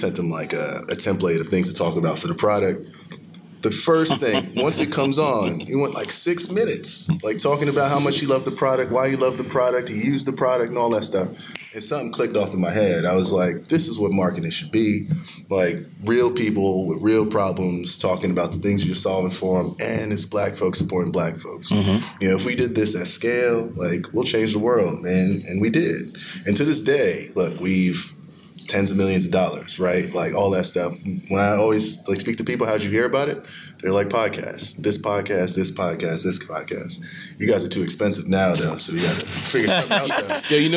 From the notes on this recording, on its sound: live and direct from the A3C Festival in ATL